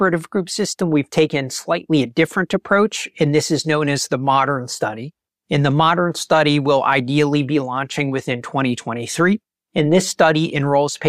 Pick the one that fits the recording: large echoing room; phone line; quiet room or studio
quiet room or studio